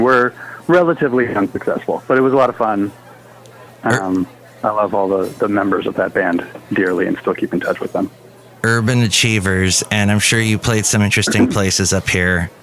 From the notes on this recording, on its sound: podcasts live from Café Anyway